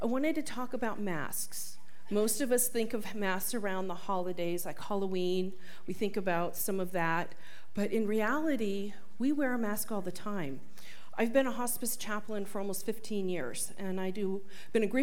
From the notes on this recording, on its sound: This talk was recorded live at the Center for Spiritual Living Prescott on March 12, 2023.